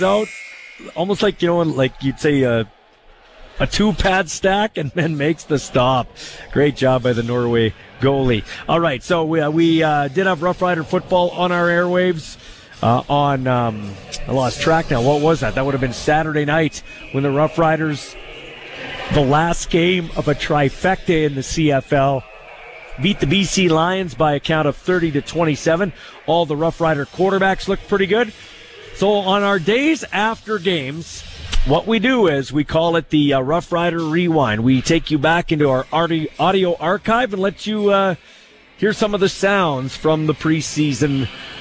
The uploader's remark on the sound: LIVE in Moose Jaw at the International Para Hockey Championship